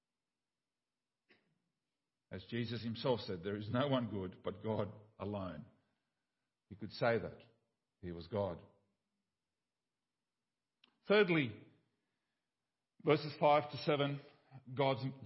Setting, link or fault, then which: setting, large echoing room